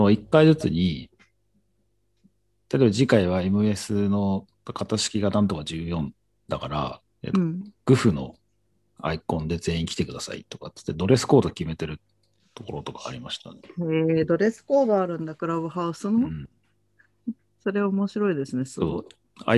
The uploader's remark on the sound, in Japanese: ClubhouseとZoomで同時収録